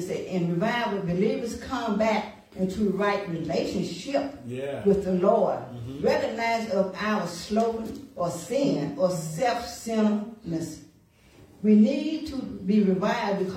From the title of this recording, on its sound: Sunday Morning Service